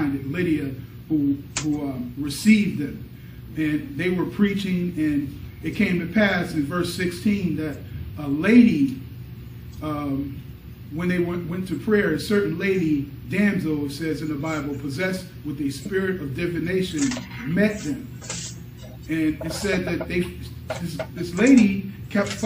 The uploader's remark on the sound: Recorded at Berea Church of God in Christ: Rogersville, AL.